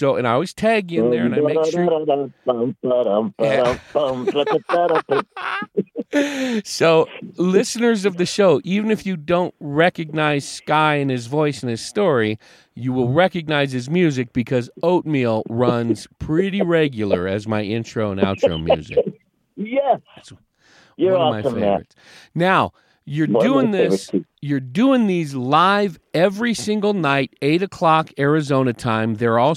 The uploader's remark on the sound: They talk over the phone from the Mile High Mobile Studio (a truck in the driveway).